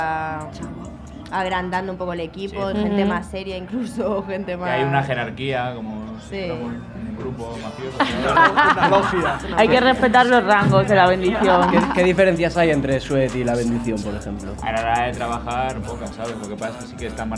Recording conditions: busy venue